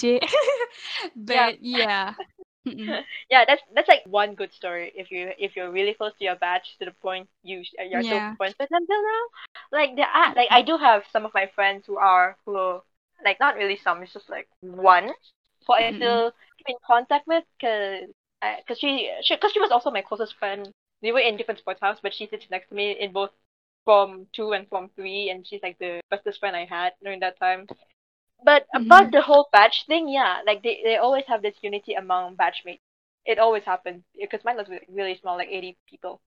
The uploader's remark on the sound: This is the recorded version from our live podcast on MYANDORI discord server during 8th May 2021